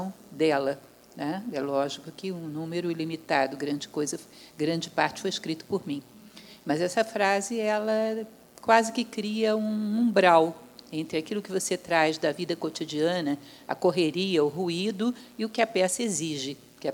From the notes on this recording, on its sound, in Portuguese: primeira gravação com plateia do podcast Jornada da Calma